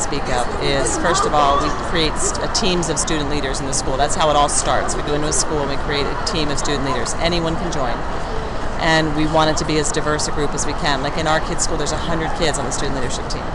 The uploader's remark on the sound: on location at the Pennsylvania Women’s Conference at the Philadelphia Conference Center